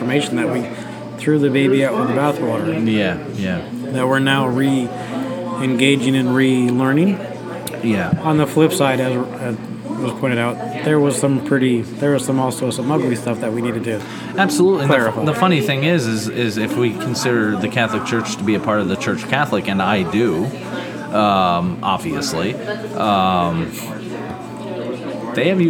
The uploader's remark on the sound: This episode was recorded at The Newton Sports Bar and Kitchen. This episode was recorded at The Newton Sports Bar and Kitchen.